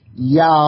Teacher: Oh, it Yahweh. When you go from the narrow ooh to the wide a W could very easily just come all by itself.